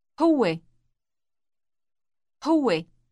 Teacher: This word contains a long w sound in the middle. It sounds as if it is pronounced twice in quick succession.